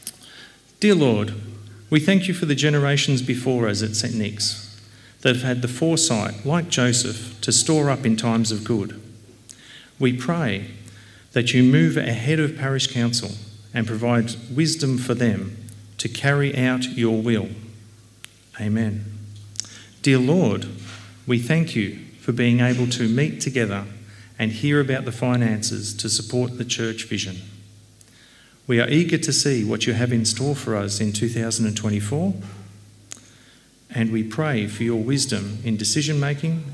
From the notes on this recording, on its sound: Recording of our service for Vision Sunday, Jan 28, 2024.